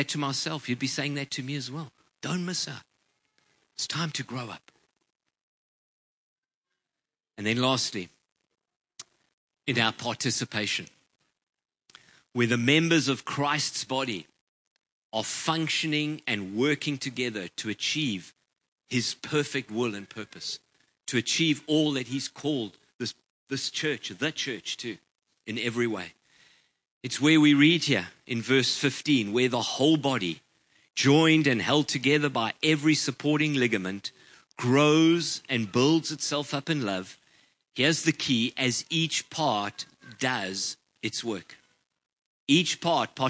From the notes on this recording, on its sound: Preached on 19/11/23 at Ngaruawahia